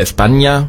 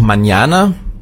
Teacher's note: das N mit diesem Schleier drauf, das wird ausgesprochen wie ein NJ